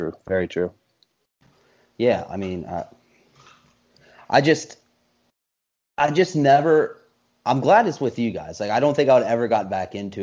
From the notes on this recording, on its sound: via skype